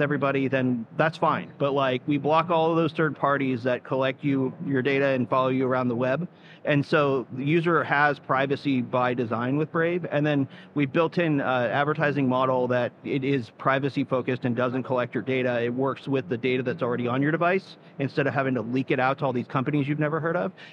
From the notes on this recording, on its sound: Live from Consensus 2023